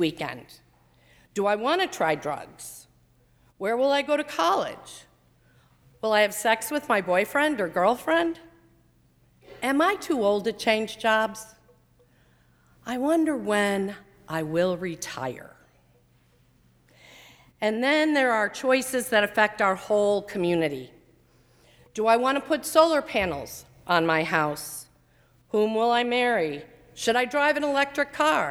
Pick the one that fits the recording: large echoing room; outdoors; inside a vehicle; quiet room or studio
large echoing room